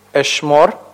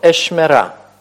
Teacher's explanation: Когда присоединяется к концу окончания «камецхе», вот этот вот «холем» редуцируется до «шева», и получается, поскольку ударение у нас уходит на конец, и получается такая вот форма – «эшмера».